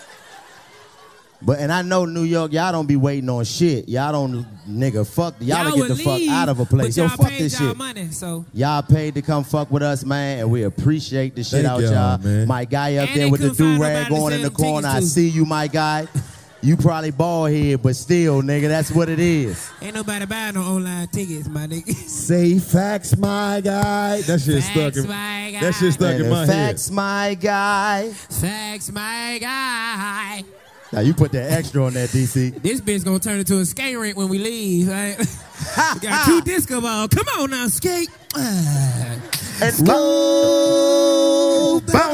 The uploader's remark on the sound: The New York City Roast Session Show. The 85 South Show took the live show to New York for two sold out shows. In the second sold out show from The Big Apple!